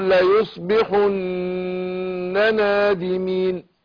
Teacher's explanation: هنا النون تغن في الوصل وفي الوقف يعني لو وقف عليها ولا لو وقف عليها هوصلها برضه هغنها · Term: الغنة